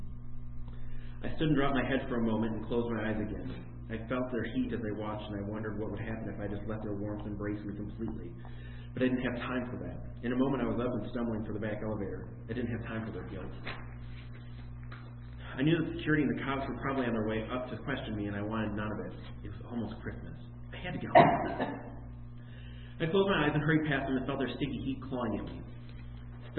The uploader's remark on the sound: In which I read my holiday themed horror short story A Good Man during a live event.